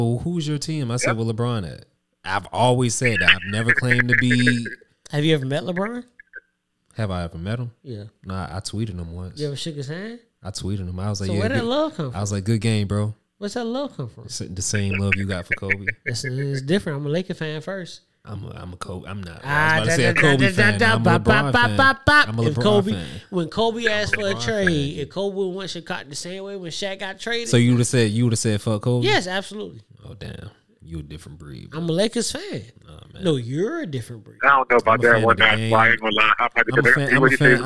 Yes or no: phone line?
yes